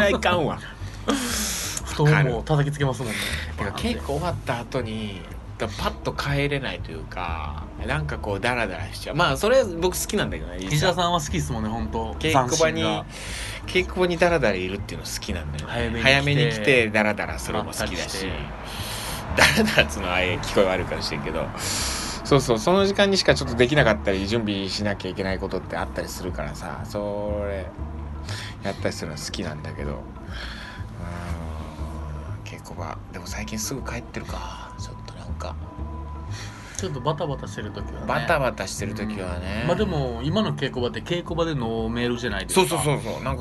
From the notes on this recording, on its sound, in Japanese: お花見しながら！稽古後にお花見しながらの収録です。